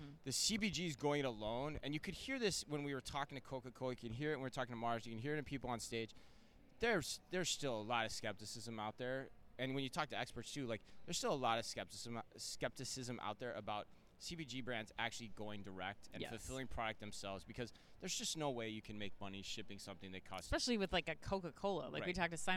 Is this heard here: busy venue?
yes